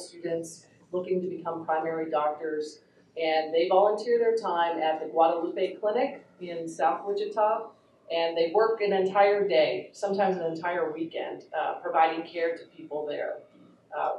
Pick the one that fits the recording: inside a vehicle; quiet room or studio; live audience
live audience